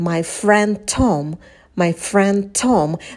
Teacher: В слове friend можно убрать звук d конечный, потому что следующее слово начинается с t.